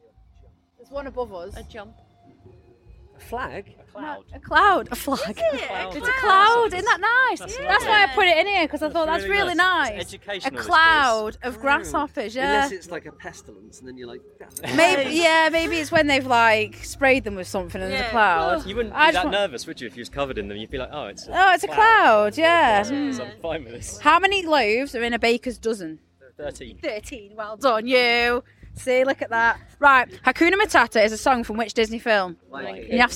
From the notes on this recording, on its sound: At Sav Fest 2023. I'm known for interviewing in unconventional locations and this was no different, this interview was recorded at the back of a motorhome on the campsite surrounded by the smell of freshly cooked bbq food.